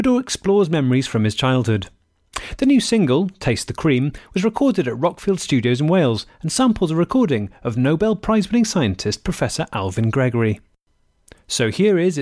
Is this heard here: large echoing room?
no